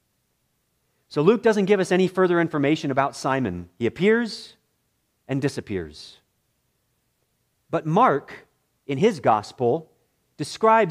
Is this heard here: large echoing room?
yes